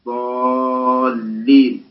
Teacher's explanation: هذه الألف بعدها ساكن، المقصود بالساكن لأن الساكن المضغم، المضغم في المتحرك بعدها ضالين. هذه اللام لامان، الأولى ساكنة واللام الثانية متحركة